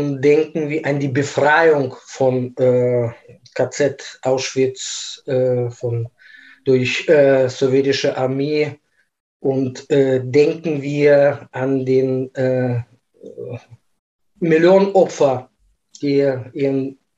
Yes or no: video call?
yes